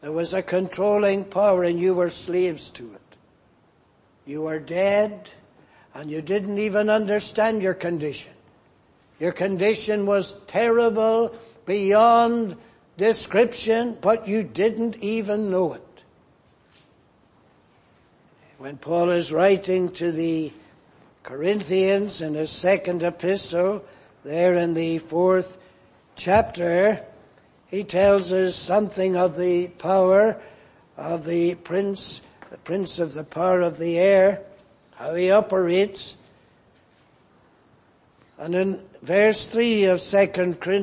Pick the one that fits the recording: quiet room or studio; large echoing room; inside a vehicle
large echoing room